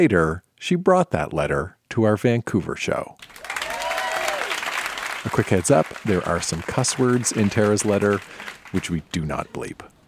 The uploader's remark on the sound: Recorded live in Vancouver, BC.